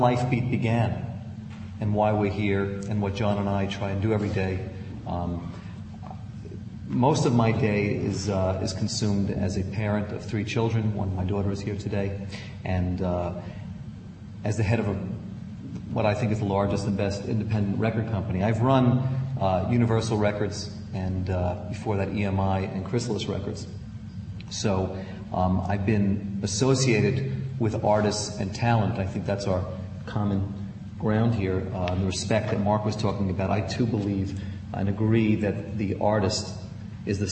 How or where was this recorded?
large echoing room